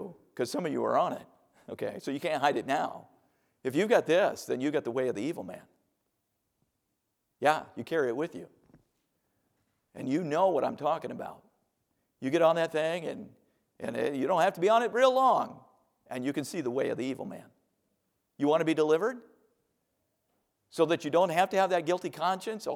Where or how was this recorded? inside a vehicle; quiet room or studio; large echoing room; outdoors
large echoing room